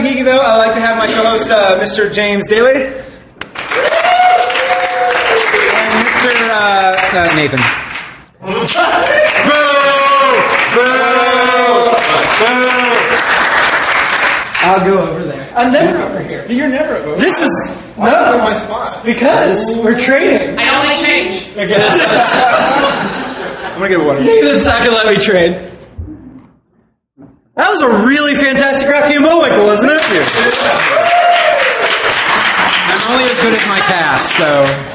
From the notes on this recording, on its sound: Recorded at Packrat Comics in October of 2016